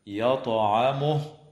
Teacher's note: وتقلقل الطاء في كلمة يطعمه والجيم في كلمة رجس